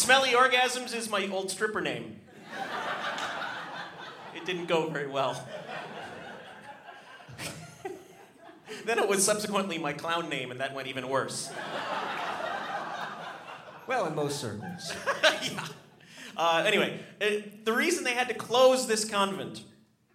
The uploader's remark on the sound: Our second live show. Recorded 5/11 at Largo in Los Angeles.